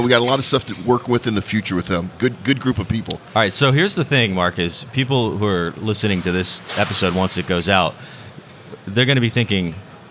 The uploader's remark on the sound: Live from OTC Houston 2023. Recorded straight from the OGGN podcast pavillion at the 2023 Offshore Technology Conference.